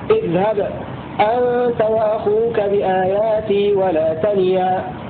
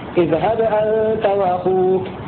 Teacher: الذي يكون السكون في آخر الكلمة والهمزة في بداية الكلمة التالية، فلخلف السكت على الساكن المفصول وصلا · Shown in: first take · بخلاف، يعني أي له السكت وتركه في نحو اذهب أنت وأخوك